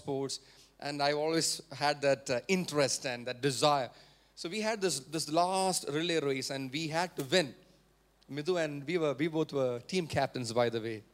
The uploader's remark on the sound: preached at Sunday Service on 12 November 2023 at Revelation Church